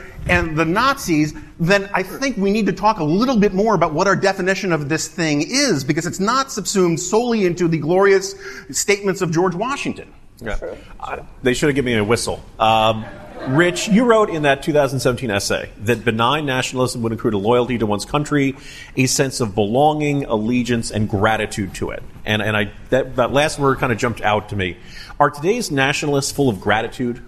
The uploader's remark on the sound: The latest episode of The Remnant is actually audio of a conversation. At the 2019 National Review Ideas Summit.